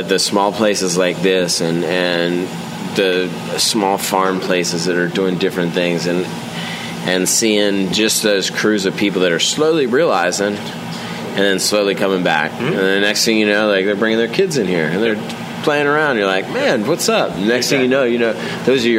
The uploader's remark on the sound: On location at Cushwa Brewing Company in Williamsport, MD.